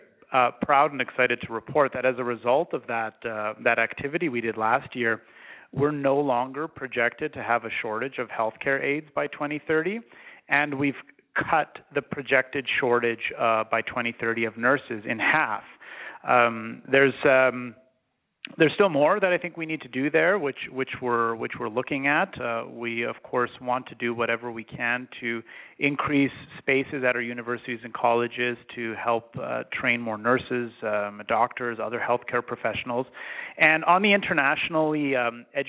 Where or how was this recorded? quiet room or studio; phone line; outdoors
phone line